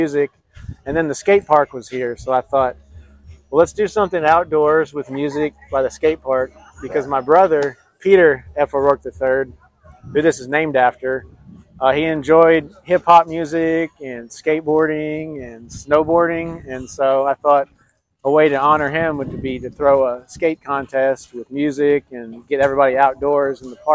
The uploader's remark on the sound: On location at Pete3Fest